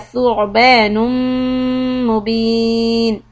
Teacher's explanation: make the عين clear and hold the ميم for two harakat